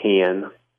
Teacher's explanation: the word C-A-N sounds like can, a raised A